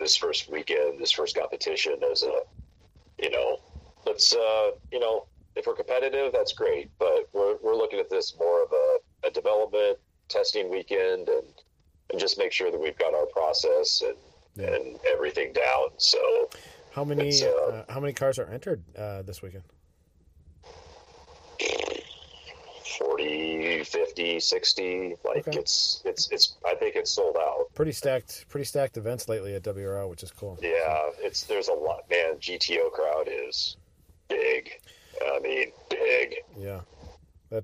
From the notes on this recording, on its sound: gets on the phone